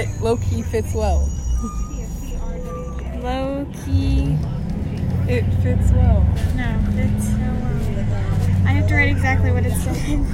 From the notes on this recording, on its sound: Recorded on a bus